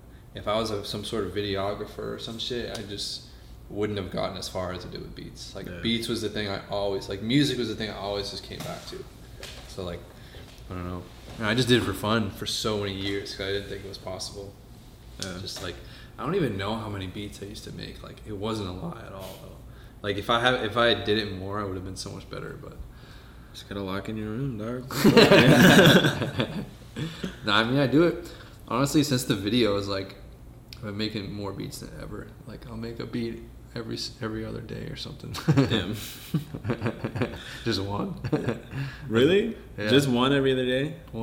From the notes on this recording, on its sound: This was the FIRST EPISODE EVER that was recorded in person. It was recorded on my camera mic so excuse the reverb.